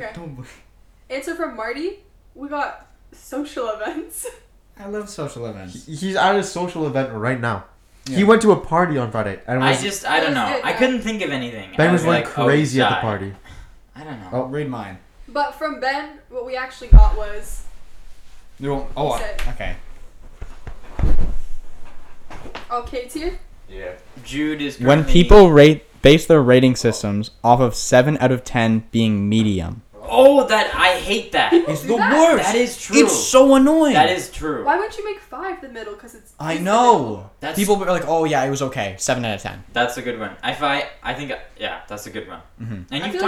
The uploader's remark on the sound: The audio kinda sucks on this one, sorry about that.